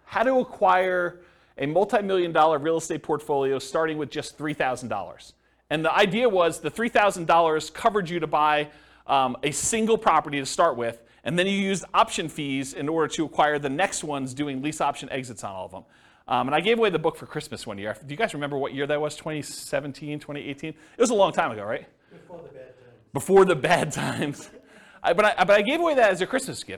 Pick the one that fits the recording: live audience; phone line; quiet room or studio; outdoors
live audience